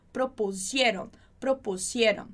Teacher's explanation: Muito cuidado para você não fazer esse sonzinho de Z do propusieron. A gente tem o S, som de S